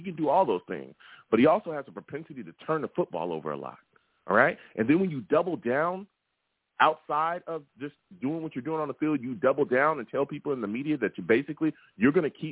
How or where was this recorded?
phone line